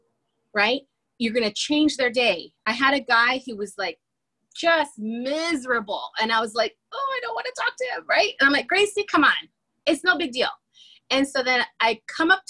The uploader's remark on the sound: I was in the car on my way to the airport